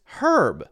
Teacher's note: Whereas in British English, you get our, but it's herb. So you hear the H there. · Term: H sound